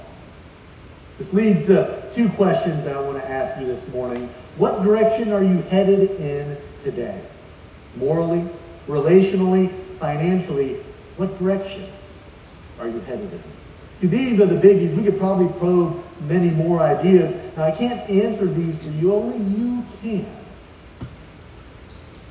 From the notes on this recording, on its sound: Please forgive the audio quality as we had some issues with the livestream.